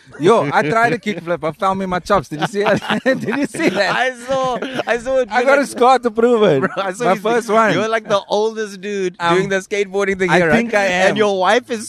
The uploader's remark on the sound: LKS Outside: The Skate Park